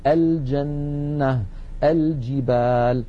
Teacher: لابد من بيان اللام فنقول الجنة، الجبال